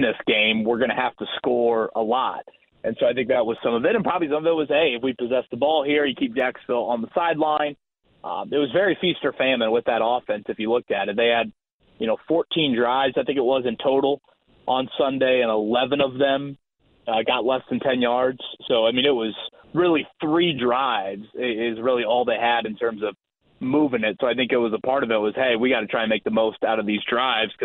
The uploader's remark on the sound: He opens the phone lines up and takes a call from a Colts fan! The show keeps rolling with some more phone calls from listeners!